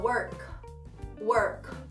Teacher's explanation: Cuidado com esses sons aqui no final da palavra para ele não ficar puxadinho com i no final. Por exemplo, trabalhar, ao invés de ser worky, para falar work, work.